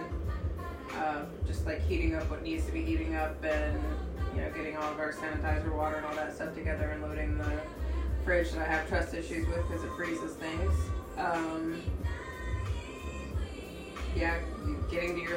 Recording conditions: poor microphone